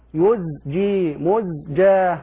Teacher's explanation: تجب العناية بالزاي إذا سكنت قبل الجيم لألا يسبق اللسان إلى الإضغام، لا أقول يزجي يزجي، الزاي تظهر يزجي مزجا، وهكذا.